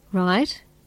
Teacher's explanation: He checks that his listeners have understood, with a rising tone.